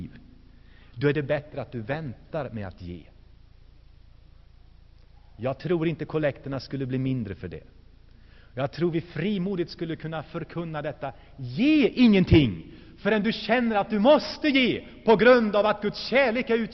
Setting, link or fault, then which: setting, large echoing room